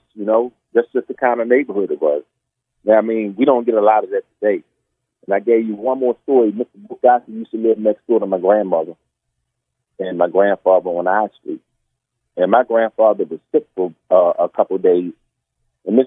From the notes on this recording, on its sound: In this bonus episode, we hop on the phone.